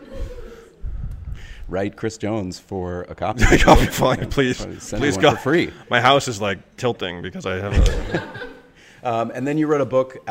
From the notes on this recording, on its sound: Live in Romania. Before a live audience in Bucharest hosted by the Romanian magazine Decât o Revistă.